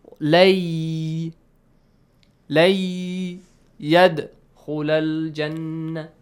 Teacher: It means you gotta kind of double the يا، because when you merge, نون changes to the يا sound. · Term: إدغام